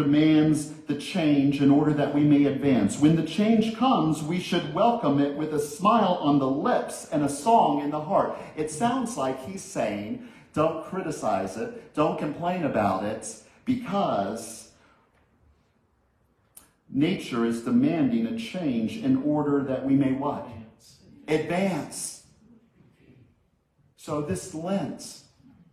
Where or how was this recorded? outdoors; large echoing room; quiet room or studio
large echoing room